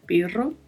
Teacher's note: eu chamo a atenção aqui para a pronúncia do R, que tem um vibrato, perro. A um, que é um advérbio também, que significa ainda, ou, a depender do contexto, pode ser traduzido como pelo menos, ou por mesmo, ou ainda assim.